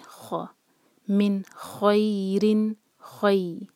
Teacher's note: خا حروف حلقی ہے اور خا ہیوی لیٹر ہے، تو ہم منہ بھر کر پڑھیں گے